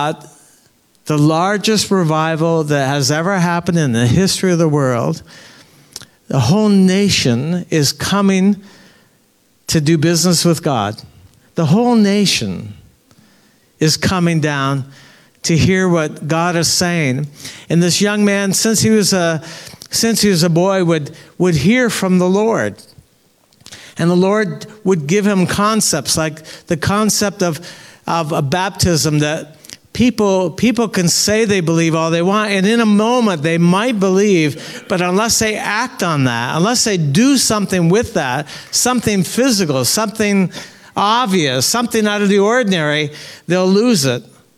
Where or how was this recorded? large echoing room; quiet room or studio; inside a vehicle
large echoing room